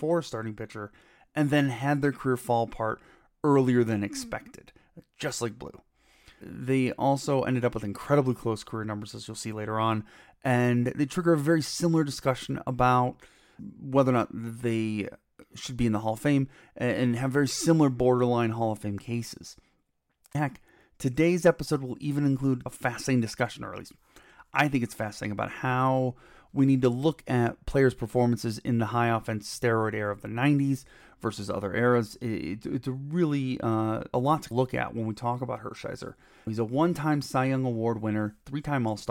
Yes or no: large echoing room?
no